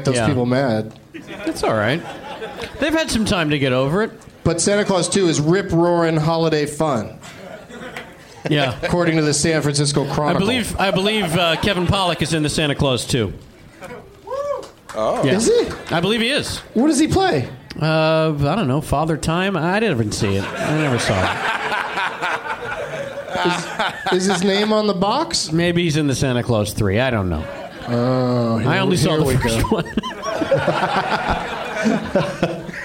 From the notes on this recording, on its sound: Live from Zanies in Nashville